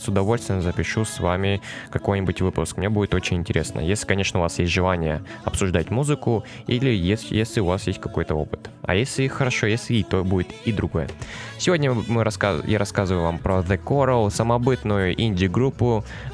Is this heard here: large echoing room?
no